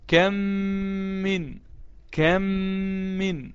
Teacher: بتخلي لسانك واقف على مخرج الميم وبتغنها تماما زي ما عملنا مع الميم والنون المشددة، وعرفنا هناك الغنة معناها ايه، وعرفنا بتحرك كام حركة، وقلنا تحرك حركتين مقدار قبض الاصبع او بسطه، مقدار قبض الاصبع او بسطه، الحركة مقدار قبض الاصبع او بسطه، تحرك حركتين. · Term: إدغام مثلين صغير